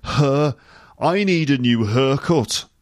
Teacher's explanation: So sometimes air becomes er, which I think is a slightly old-fashioned thing.